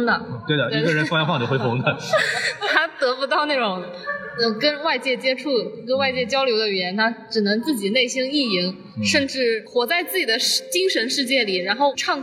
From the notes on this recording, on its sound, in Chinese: 本节目为影展现场录制，音质草率请注意收听。在平遥电影宫的现场给大家录了一期简单的节目。